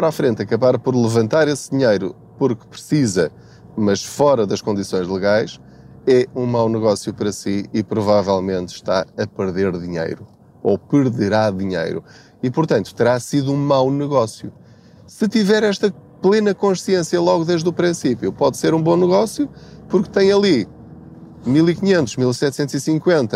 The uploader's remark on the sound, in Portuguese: Não ligue aos barulhos da viagem.